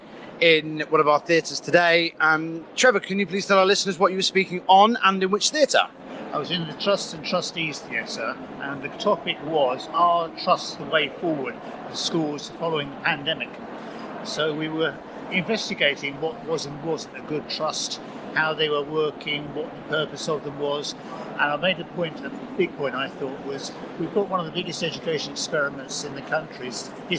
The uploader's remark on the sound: A Day at the Schools and Academies Show London